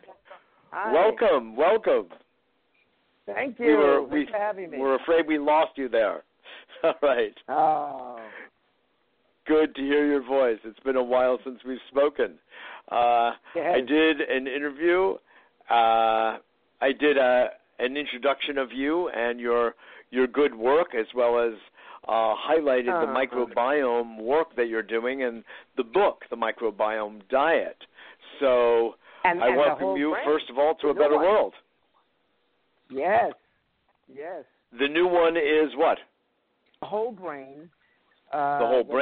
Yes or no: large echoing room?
no